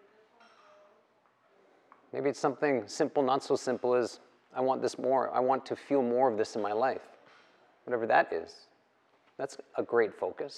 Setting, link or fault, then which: setting, live audience